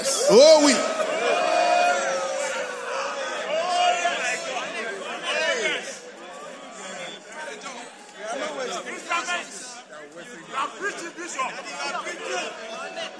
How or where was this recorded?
busy venue